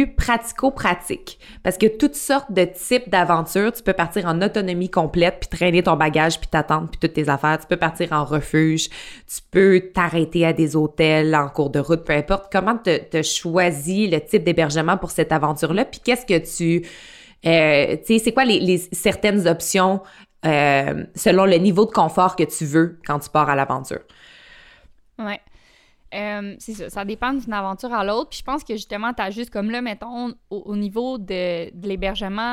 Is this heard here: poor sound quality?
no